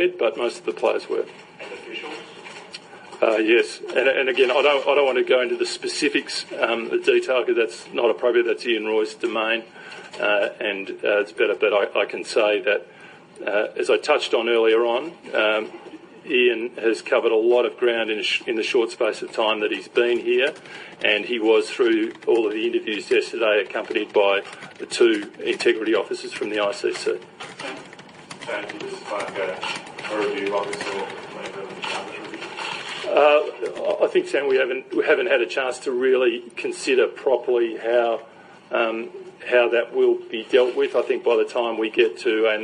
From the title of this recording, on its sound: Press Conference In South Africa